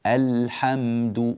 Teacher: نبين اللام، الحمد ونبين الميم، ولا نزيد في زمنهما